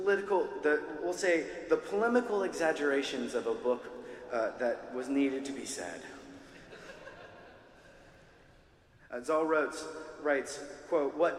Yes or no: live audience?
yes